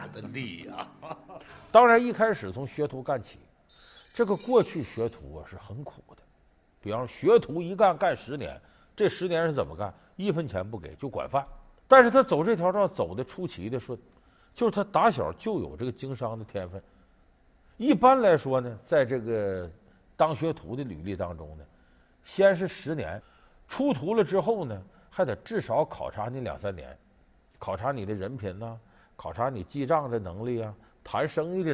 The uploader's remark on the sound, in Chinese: 還有聽故事的觀眾。